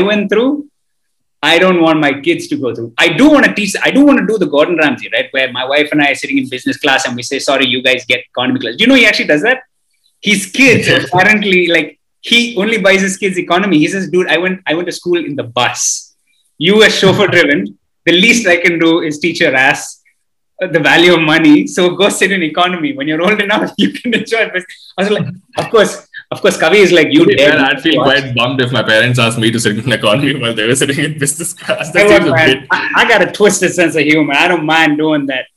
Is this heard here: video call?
yes